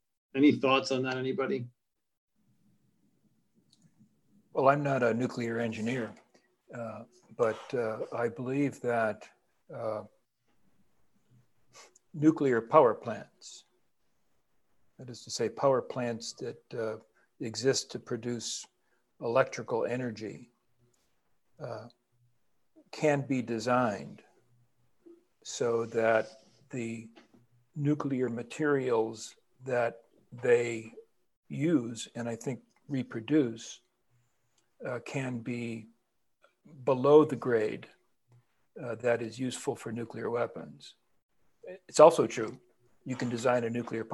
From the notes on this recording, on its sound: A webinar panel